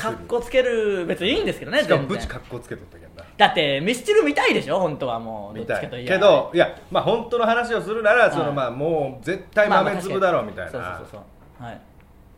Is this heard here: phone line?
no